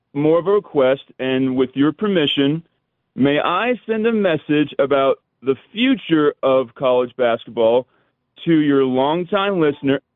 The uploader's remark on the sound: Of course we take some of your phone calls.